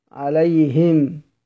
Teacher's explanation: عليهم لابد انني ارجع انزل تحت خالص لمخرج الهاء